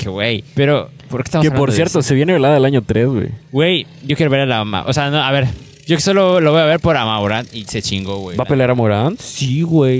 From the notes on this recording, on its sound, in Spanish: GRABAMOS un PODCAST (Especial) en la PLAYA. Nos encontramos grabando en las preciosas playas de Puerto Arista.